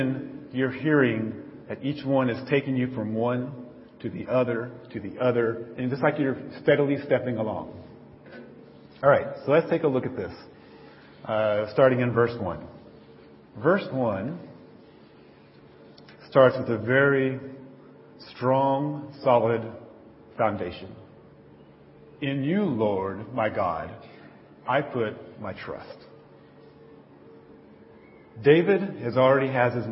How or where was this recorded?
large echoing room